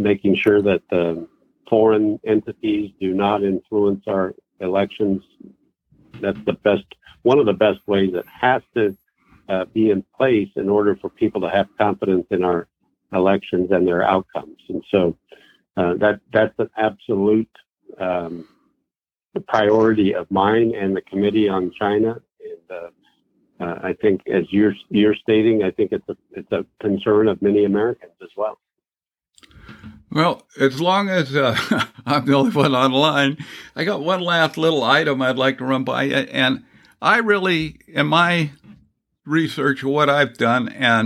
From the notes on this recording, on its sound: Weekly Call In Session.